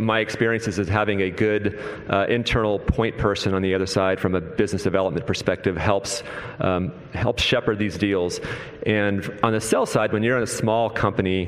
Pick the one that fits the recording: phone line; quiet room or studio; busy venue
busy venue